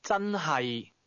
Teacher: Really starts with a high level tone, then drops to the low level.